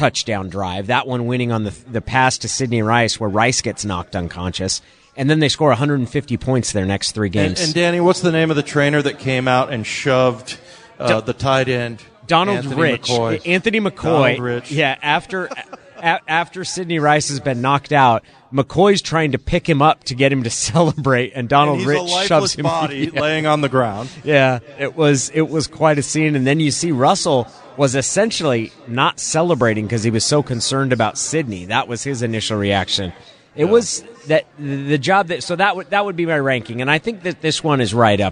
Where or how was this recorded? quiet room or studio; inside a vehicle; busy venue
busy venue